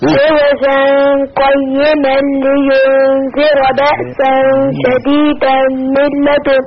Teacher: ولو وصلنا هنخفي التنوين القاف